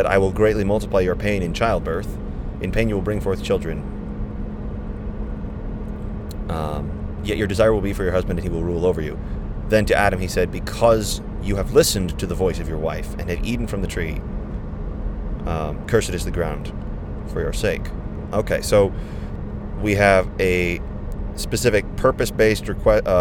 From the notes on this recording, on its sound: gave us the opportunity to record on the long drive back